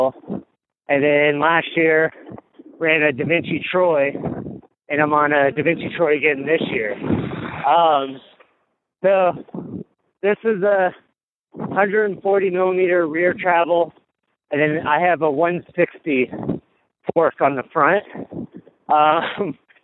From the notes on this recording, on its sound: called in from Leadville